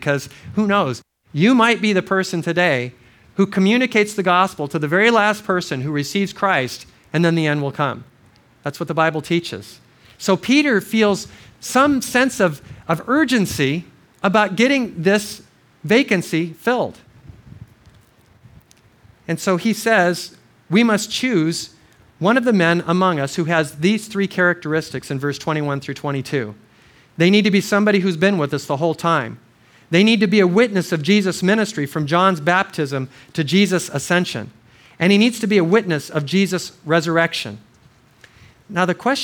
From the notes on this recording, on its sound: This series of audio messages were given at Crossroads Christian Fellowship Kauai in 2005.